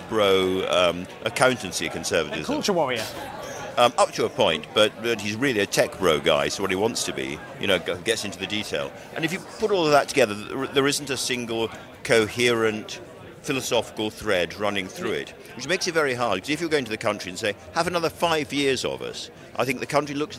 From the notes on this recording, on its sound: Every year we go to Tory Conference to record our behind the scenes documentary.